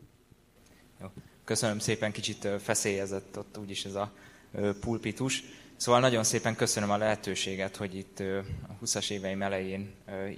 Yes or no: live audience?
yes